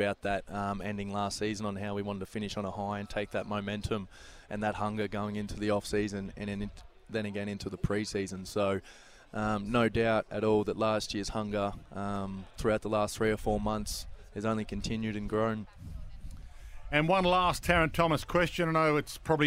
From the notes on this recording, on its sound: live at AFL Captains' Day